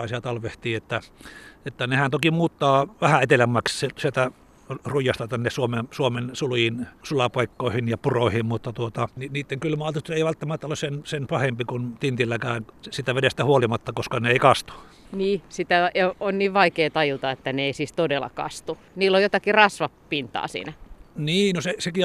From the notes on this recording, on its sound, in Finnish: talvisella linturetkellä